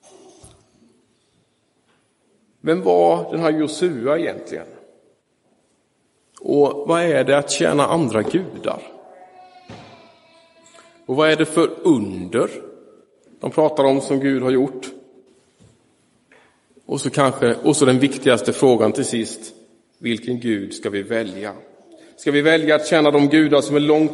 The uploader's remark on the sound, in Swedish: Inspelad i Roseniuskyrkan den 13 augusti 2023